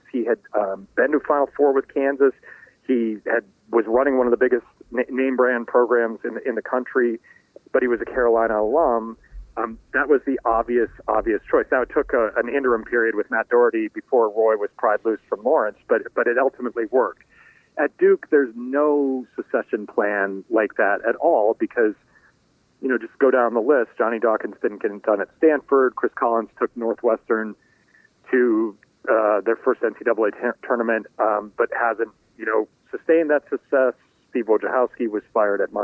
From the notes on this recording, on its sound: called in from Augusta